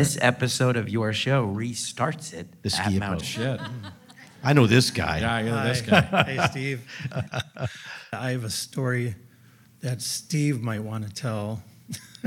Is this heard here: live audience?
yes